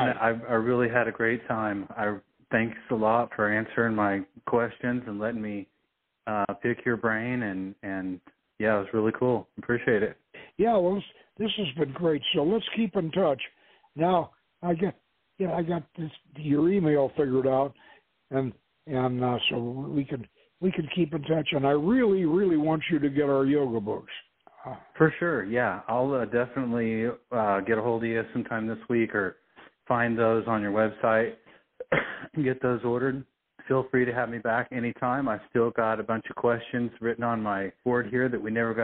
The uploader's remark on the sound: The author will be our call in guest